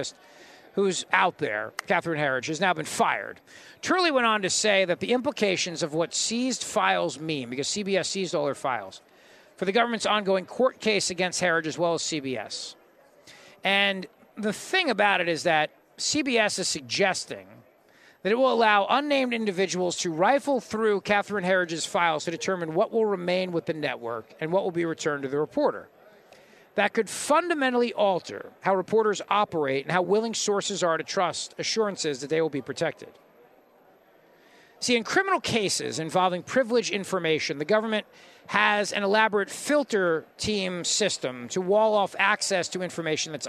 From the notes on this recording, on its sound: Broadcasting live from CPAC in Washington D.C.—"the largest and most influential gathering of conservatives in the world.”